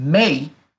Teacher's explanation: if you keep saying may and you touch your nostrils, you'll notice that the airflow is coming out of your nostrils as well. But when you say bay, this does not happen with the first sound.